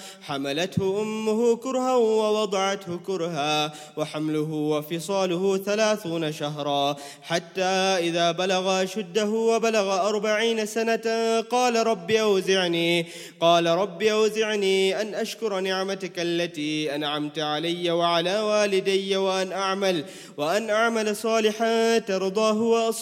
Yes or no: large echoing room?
yes